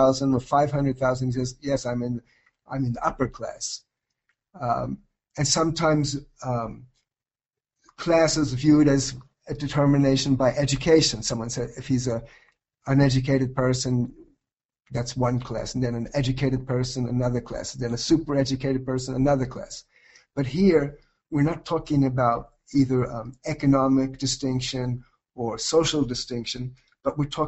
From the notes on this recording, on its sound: This is a lecture (originally delivered as a webinar).